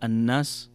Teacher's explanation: تقرأ الناس بغنة بمقدار حركتين